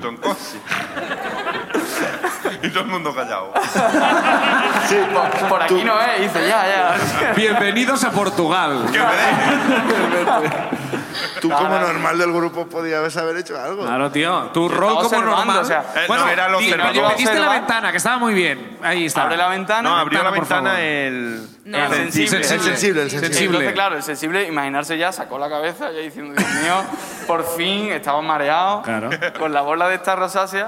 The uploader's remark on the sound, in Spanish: El público de Sevilla también nos cuentan sus ruinas